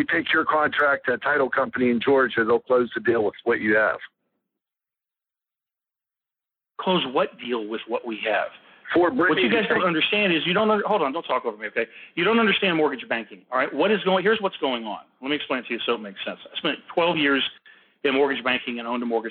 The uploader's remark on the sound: Live Call. Impromptu phone call.